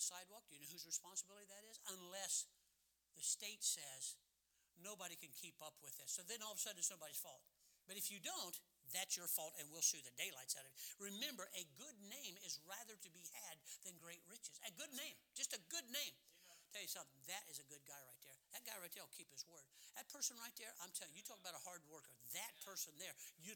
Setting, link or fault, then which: setting, large echoing room